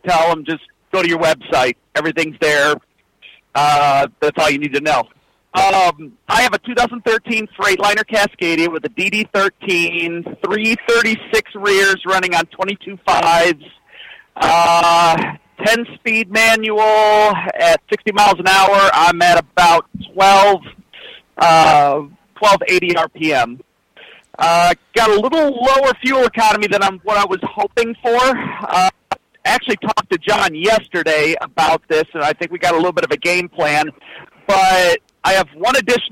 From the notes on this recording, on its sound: Call in Question and Answer Show